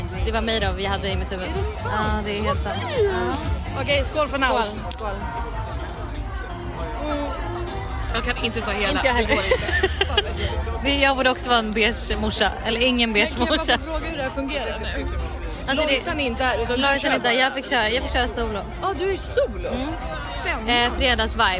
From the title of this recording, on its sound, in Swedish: LIVE från bråket på Lollapalooza